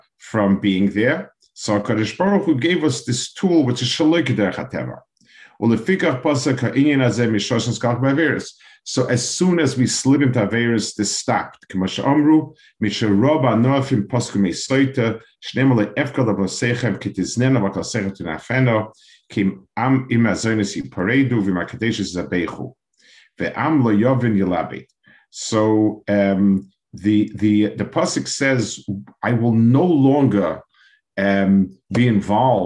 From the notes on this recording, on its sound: This shiur take place over Zoom